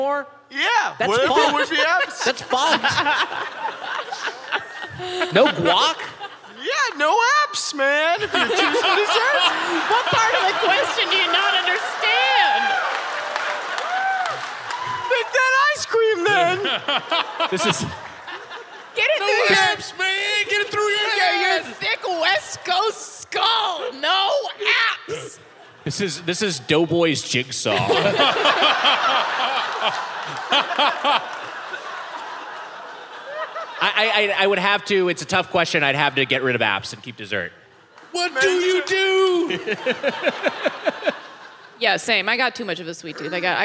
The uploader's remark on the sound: Recorded live at Turner Hall Ballroom in Milwaukee 8/5/22.